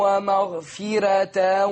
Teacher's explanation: في كلمة مغفرة ترقيق الراء. لماذا؟ لأنها مفتوحة وما قبلها مكسور